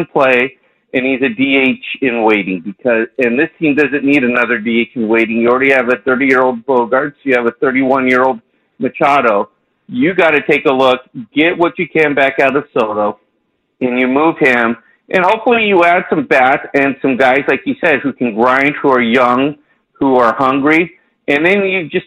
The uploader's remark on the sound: Fans call.